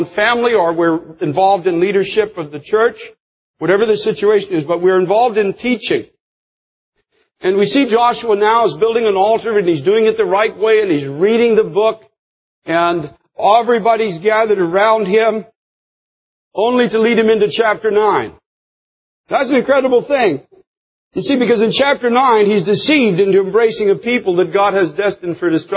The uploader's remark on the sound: preached this powerful message in the year 2003 at Times Square Church